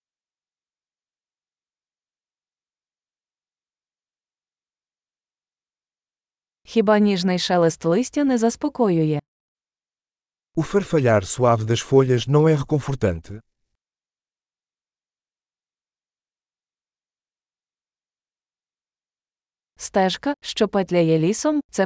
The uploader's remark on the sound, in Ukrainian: Прогулянка в лісі. Шум дзюрчання струмка є лікувальним.